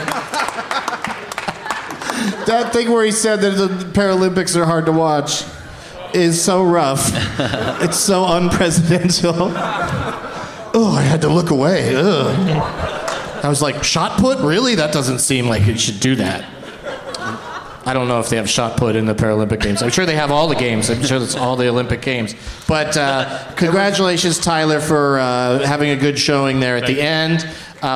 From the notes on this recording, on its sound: Live from the Bastile Theatre in Indianapolis.